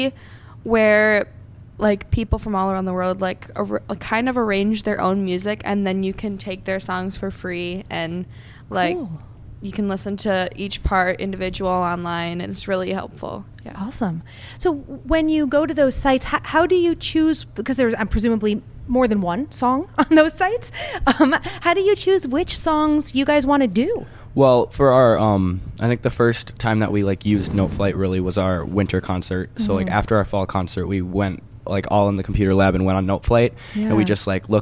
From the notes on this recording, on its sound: Sat down with the group at the 2019 Port Washington Acapocalypse Festival.